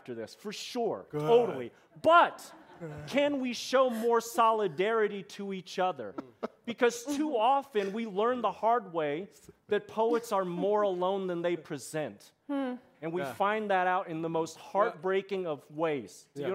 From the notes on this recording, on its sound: Zócalo Public Square. Live from ASU California Center at the historic Herald Examiner Building.